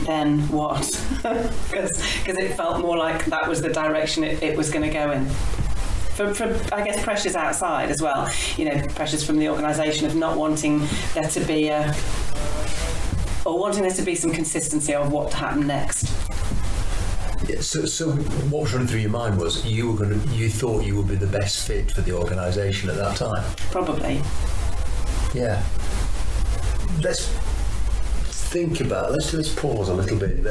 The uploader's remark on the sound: The sound quality isn't the best. It was the first time the podcast left Zoomland.